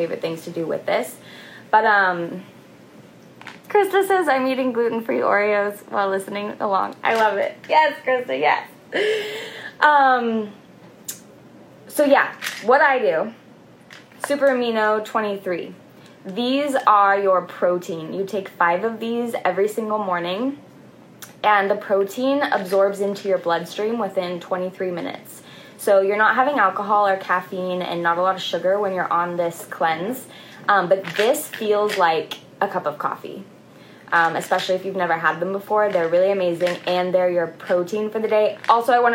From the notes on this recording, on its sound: this episode is audio from an IG Live.